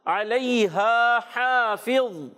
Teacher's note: علیہا عین کی ادائیگی حلق کے درمیان والے حصے سے، اور پھر لین نرمی سے۔